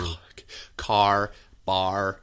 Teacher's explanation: all of the varying American accents are all rhotic, so they hit those R's really hard.